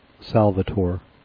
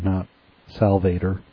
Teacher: Three syllables with slight emphasis on the middle one. · Shown in: first take